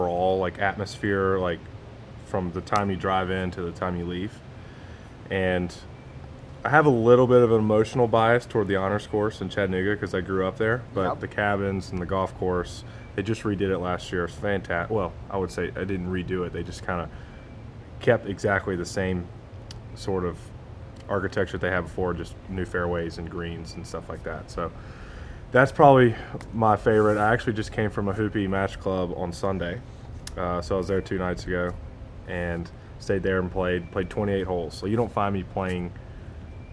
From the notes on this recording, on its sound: from outside the 15th fairway at Quail Hollow Golf Club prior to the Wells Fargo Championship